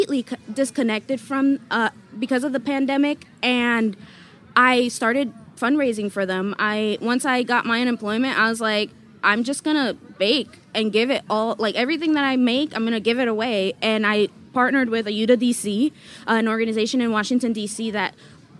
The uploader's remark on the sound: at Charleston Wine + Food 2022